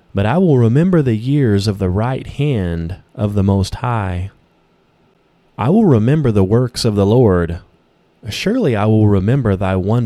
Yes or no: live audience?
no